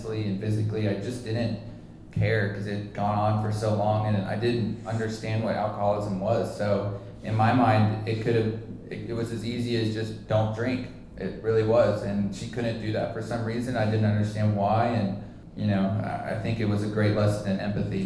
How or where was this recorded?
busy venue